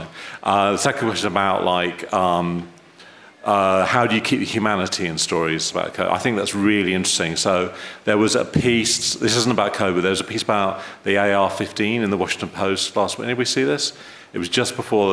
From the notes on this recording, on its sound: Live from the 2023 International Journalism Festival in Perugia